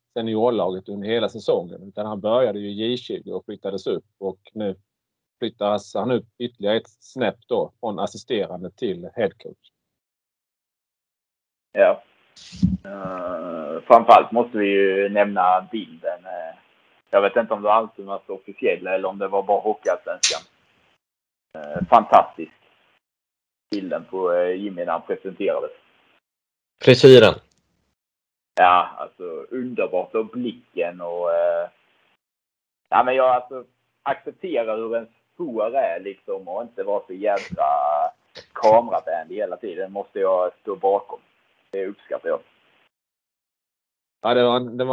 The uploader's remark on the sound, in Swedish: Skitljud